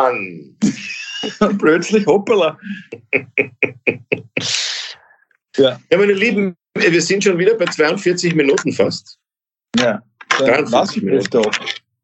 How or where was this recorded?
video call